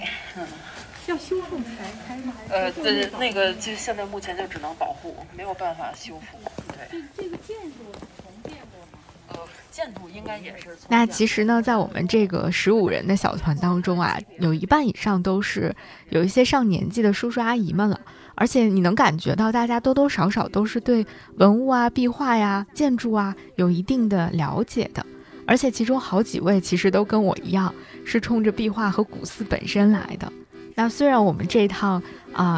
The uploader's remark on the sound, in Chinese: 用 audiolog 的方式，去北京西边儿转一转。午后一起坐着地铁去体验一场 mini tour。